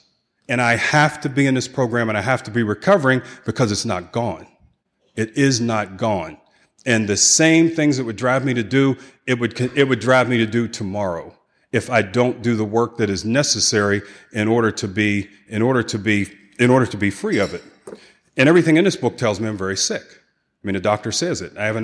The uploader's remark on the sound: 2016 San Diego Conference Keynote Speaker